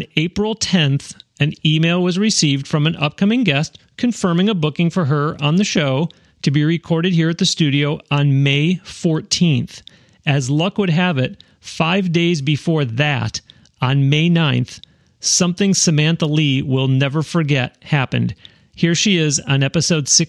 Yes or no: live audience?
no